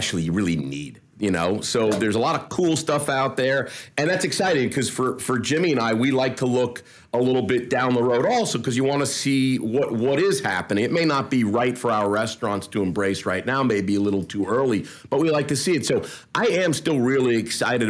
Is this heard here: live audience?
no